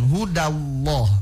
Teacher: Jadi pertegas, huruf dal tipis, jadi huda. Lam pada lafdul jalalah tebal, mereka ditebalkan hudallah gitu.